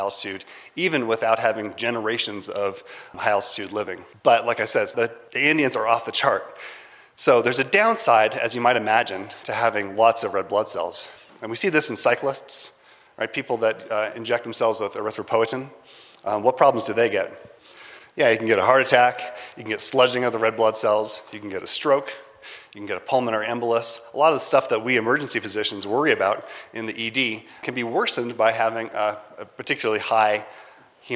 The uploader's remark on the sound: A recording of a lecture from the 2019 Mountain and Emergency Medicine Conference March 22nd at Taos Ski Valley, new Mexico. At this high elevation location (10,200 feet).